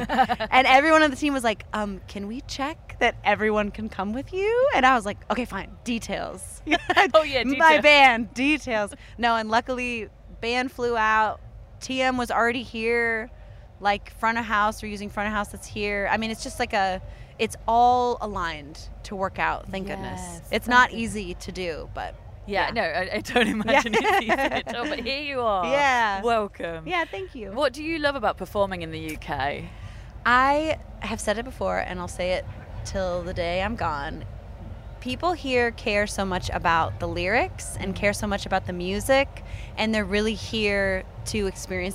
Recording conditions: busy venue